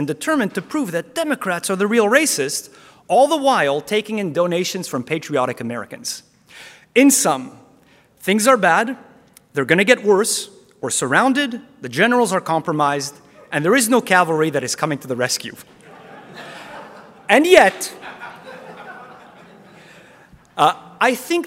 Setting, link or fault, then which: setting, live audience